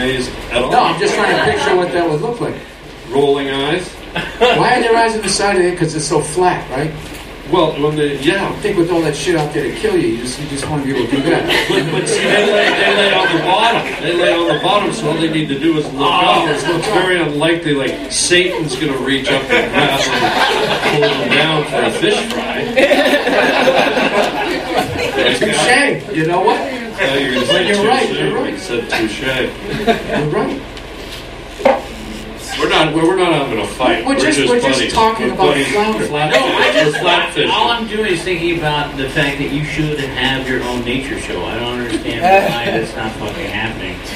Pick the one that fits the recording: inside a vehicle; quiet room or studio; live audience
live audience